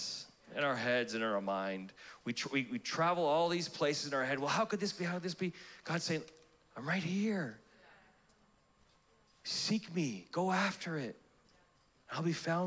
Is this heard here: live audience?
yes